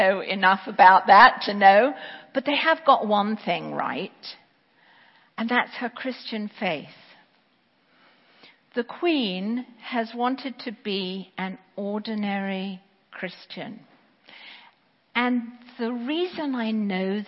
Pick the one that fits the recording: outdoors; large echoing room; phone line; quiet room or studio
large echoing room